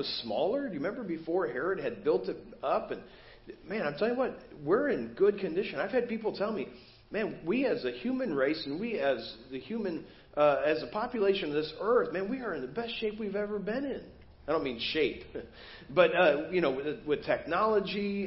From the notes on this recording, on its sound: Preached at First Baptist Church of Hazel Park